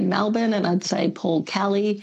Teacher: over the last 30 years, Melbournians pronounce some E's as A's, as in Paul Kelly, Melbourne · Term: switching their vowels